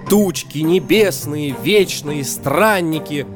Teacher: Первый слог ударный, следующие два безударные. · Term: Дактиль